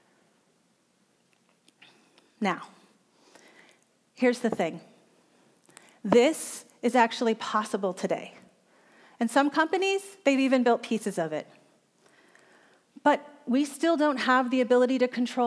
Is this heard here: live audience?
yes